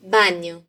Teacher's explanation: la A no suena tan nasal como las del portugués, así que decimos baño.